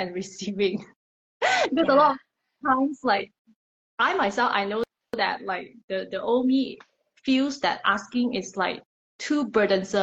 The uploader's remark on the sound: During an IG Live